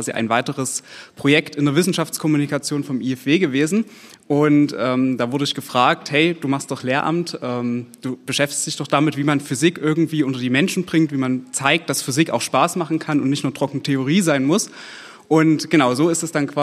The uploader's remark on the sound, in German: Live aufgenommen von Johannes Gerstengarbe ( Ballroom Studios ) im Kulturpalast Dresden. Die Podcast-Episoden werden während besonderer Anlässe wie der Zusammenkunft des Oberbürgermeisters mit den Preisträgerinnen und Preisträgern des DRESDEN EXCELLENCE AWARD aufgenommen.